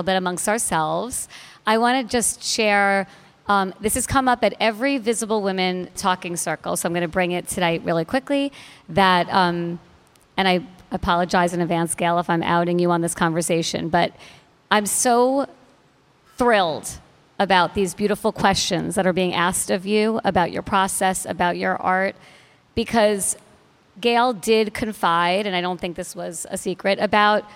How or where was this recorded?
busy venue